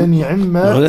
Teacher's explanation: بتحريك حرفي النون والعين بحركة كسر كاملة في الموضعين